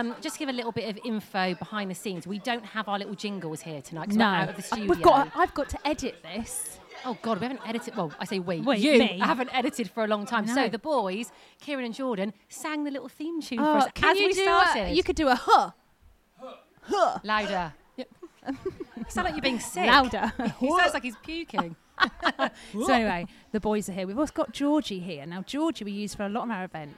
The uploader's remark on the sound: On this special show we are live from Ringwood Hall Hotel & Spa with a LIVE audience!!